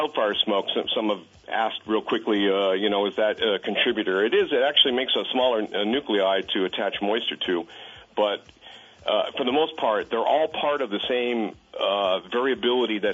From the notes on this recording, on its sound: closes out the week with some open phones